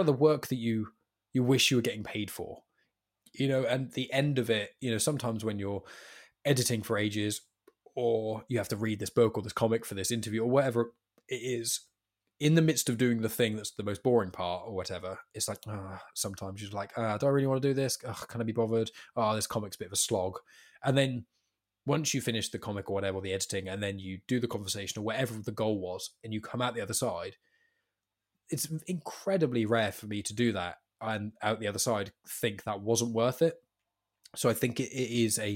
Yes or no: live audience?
no